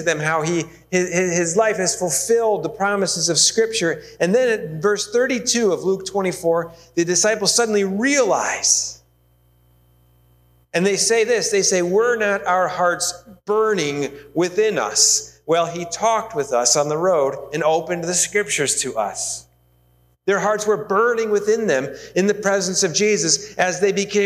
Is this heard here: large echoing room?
yes